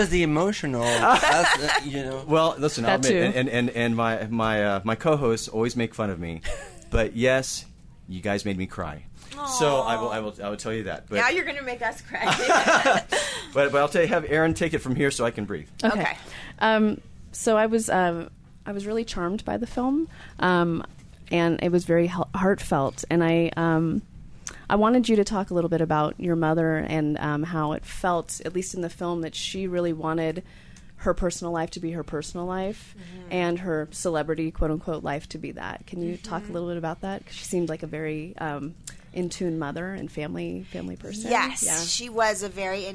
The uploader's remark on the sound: We're headed back to the Sundance Film Festival.